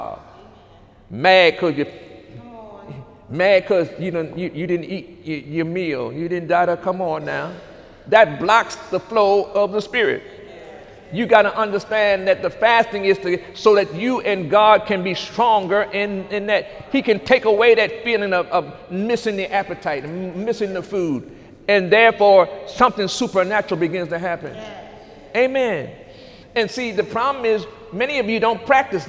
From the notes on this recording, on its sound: During Sunday morning service on September 16, 2018